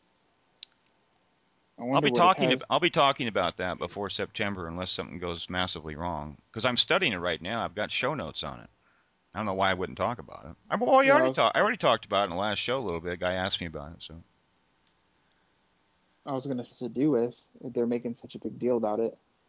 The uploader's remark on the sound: Pushed the record button towards the end of a long personal Skype call.